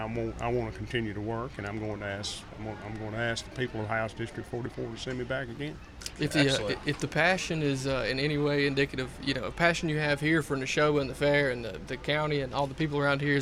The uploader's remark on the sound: on location at the Neshoba County Fair